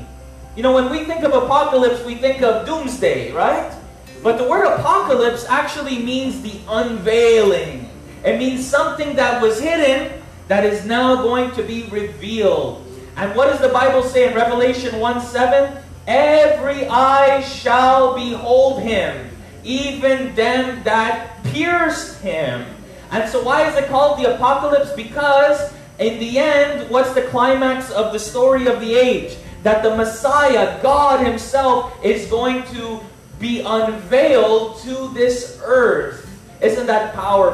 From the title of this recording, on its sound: LIVE AT THE CAFE